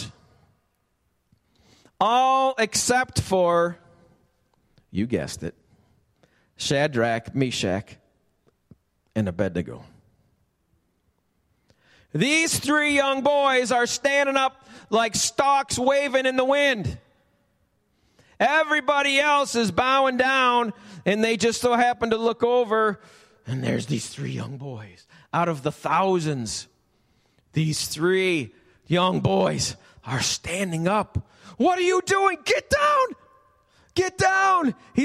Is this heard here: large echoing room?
yes